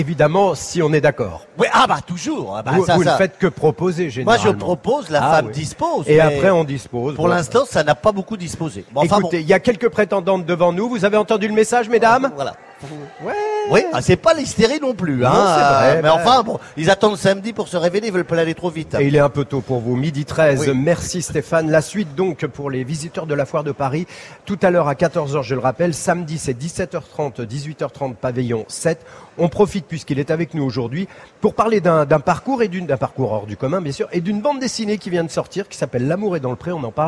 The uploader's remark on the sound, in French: en direct de la Foire de Paris